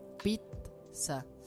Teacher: fonéticamente en italiano la doble Z se dice TS, o sea, la primera Z es una T y la segunda Z es una S. Pizza.